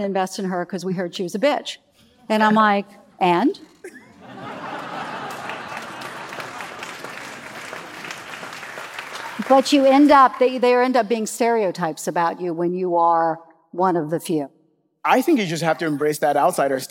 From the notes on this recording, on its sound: Recorded live at the Masters of Scale Summit in San Francisco.